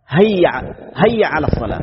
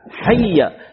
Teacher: يبدل الحاء بهاء، هذا خطأ · Shown in: first take